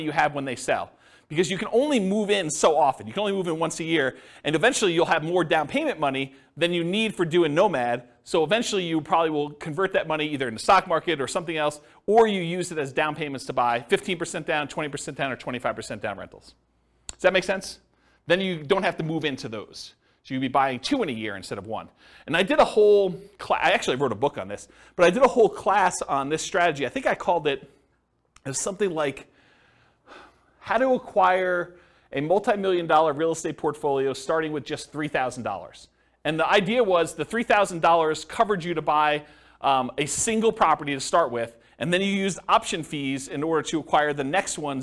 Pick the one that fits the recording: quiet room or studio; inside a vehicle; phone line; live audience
live audience